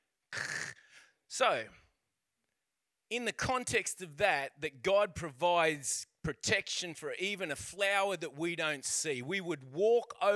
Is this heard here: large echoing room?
yes